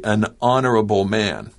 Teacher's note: Another example would be, I might say, an honorable man. He's an honorable man because that H is silent.